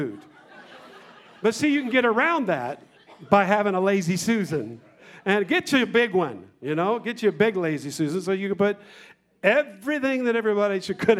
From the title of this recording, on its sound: 2019 Presence Conference Session 3